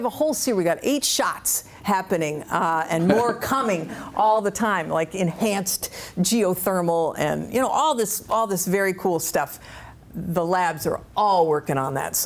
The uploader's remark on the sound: Before a live audience at the Hill Center on Capitol Hill.